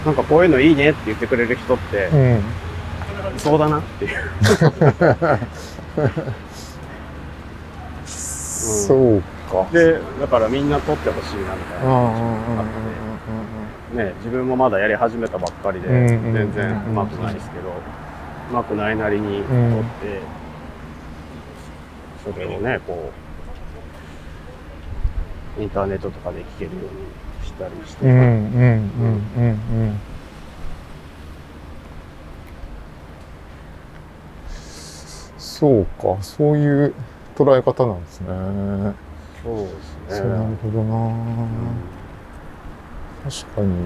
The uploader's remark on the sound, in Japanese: 誰かと散歩しながら収録しております。五所川原市に遊びにきてくれた。五所川原立佞武多を観賞後に。市内を散歩しながら駅までお送りした道中に収録（2022.8.8）しております。祭りが終わった後の高揚感と寂しさが共に流れる街の風に言葉をゆだねながら。